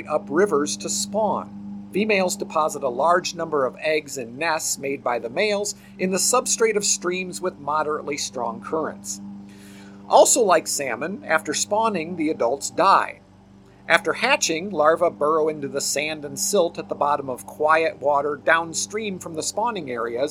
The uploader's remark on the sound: this episode was recorded outside so enjoy the background commentary of my local bluejays!